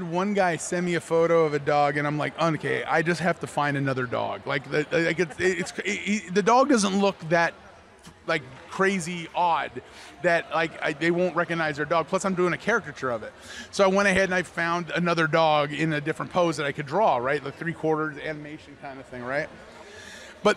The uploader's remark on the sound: live” at Fan Expo New Orleans